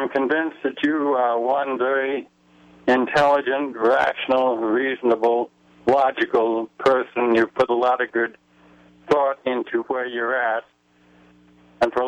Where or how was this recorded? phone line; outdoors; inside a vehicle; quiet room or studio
phone line